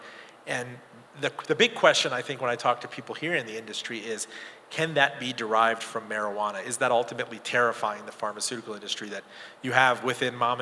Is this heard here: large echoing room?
yes